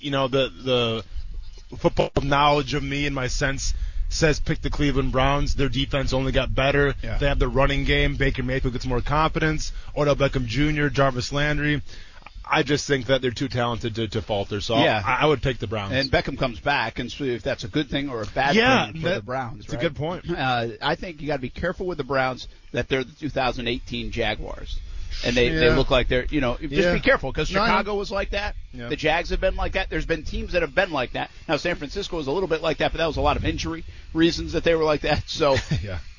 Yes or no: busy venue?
yes